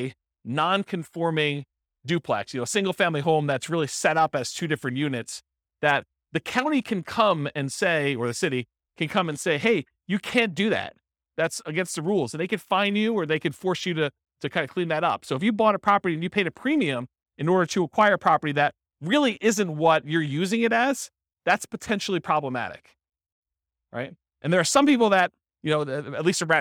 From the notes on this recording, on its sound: This was a live class recorded